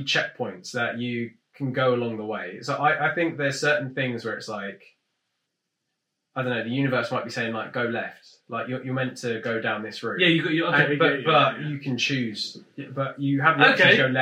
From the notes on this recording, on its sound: Mics weren't working despite being plugged in...